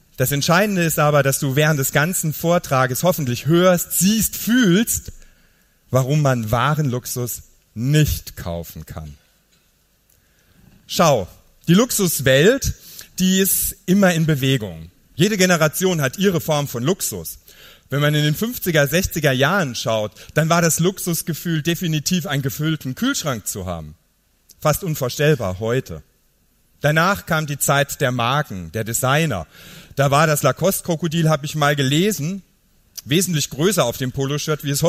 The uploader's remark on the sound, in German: Live-Mitschnitt von der Gedanken Tanken Bühne.